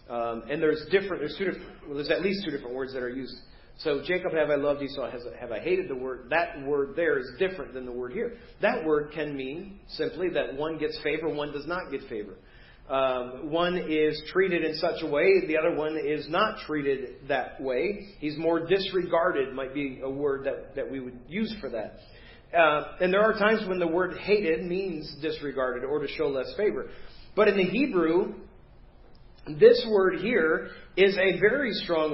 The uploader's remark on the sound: Preached at First Baptist Church of Hazel Park